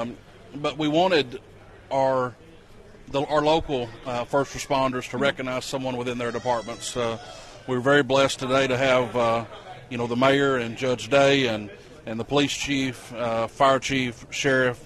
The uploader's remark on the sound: Live from the Inaugural First Responder Hero Day at the Judd-Hill Farmers Market.